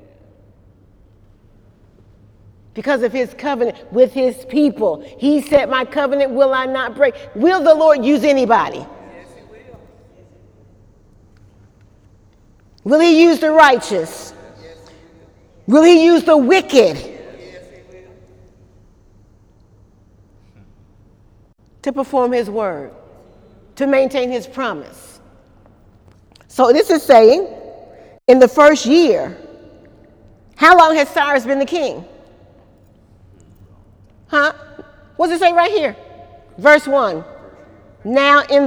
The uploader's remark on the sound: During Wednesday night service on July 11, 2018